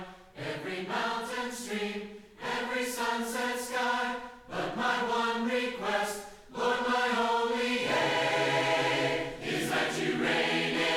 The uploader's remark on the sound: LIVE Services at Sunshine